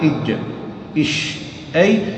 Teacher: تجد الجيم أقرب إلى الحلق ثم بعدها قليلا الشين ثم بعدها الياء · Term: الحروف الشجرية